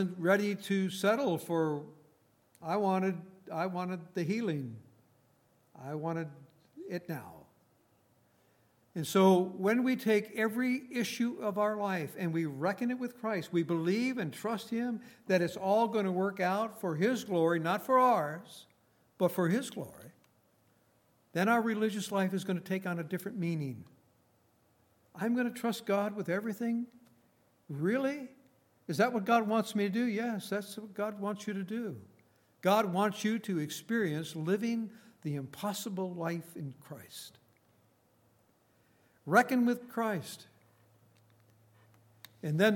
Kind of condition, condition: setting, large echoing room